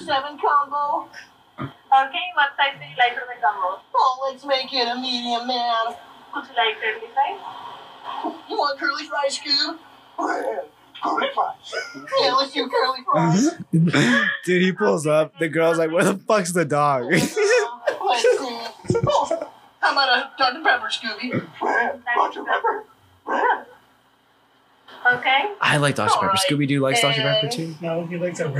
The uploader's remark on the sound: The boys watch the Presidents Cup while recording the show.